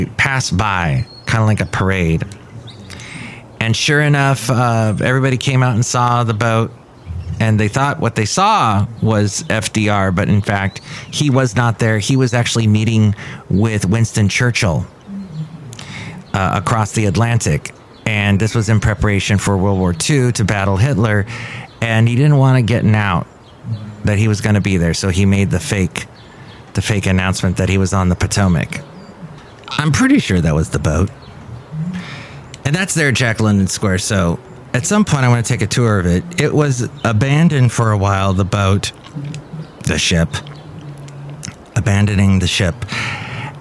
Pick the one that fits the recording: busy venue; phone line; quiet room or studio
busy venue